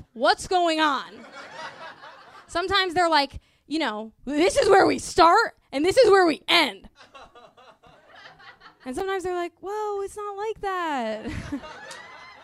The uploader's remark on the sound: Here is our new episode, a recording from our live show last week.